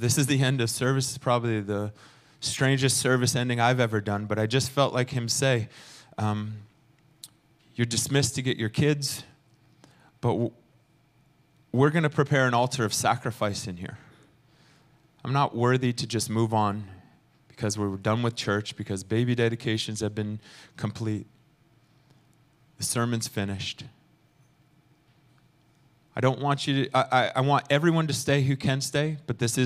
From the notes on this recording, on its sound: Recorded sunday evening service at Reunion Hawaii